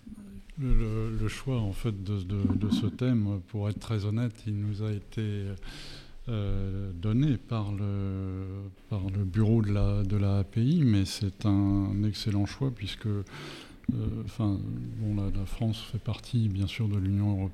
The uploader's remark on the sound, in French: Cet épisode a été enregistré en marge du colloque « 30 ans d'influence en droit de la propriété industrielle », tenu le 5 octobre 2023 à Paris.